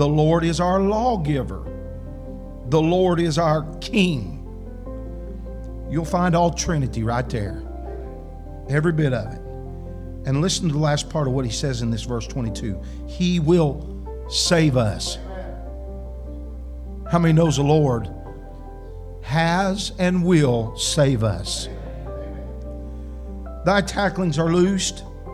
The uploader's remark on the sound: Shares an encouraging message with the congregation at Landmark Holiness Church.